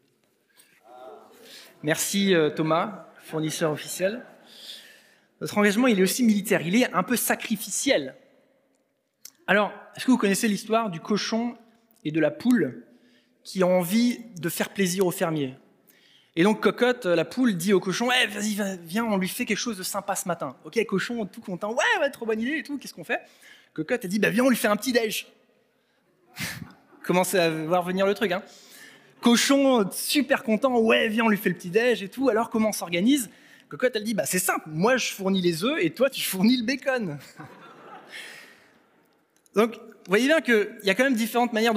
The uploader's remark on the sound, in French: Enregistré à l'église CVV